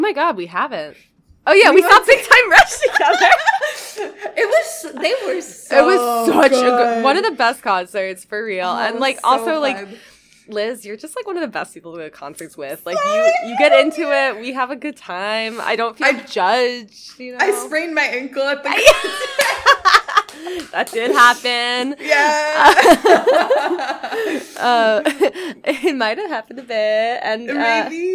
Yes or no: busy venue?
no